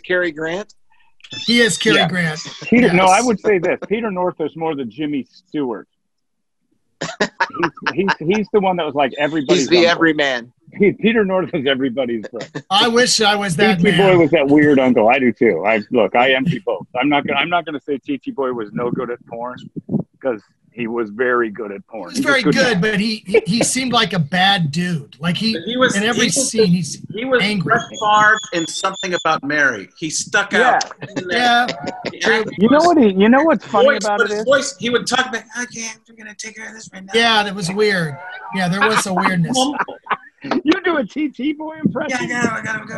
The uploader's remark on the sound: From Our Covid Bunkers. Dial up another Zoom meeting.